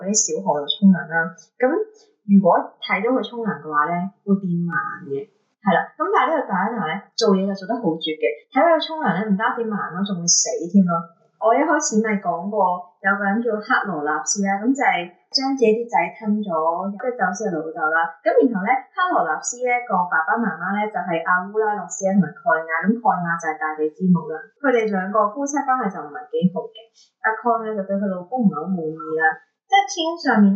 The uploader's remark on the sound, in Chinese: 唔好意思，今集因為技術問題收音比較差，請大家見諒！下次一定會check好啲器材先！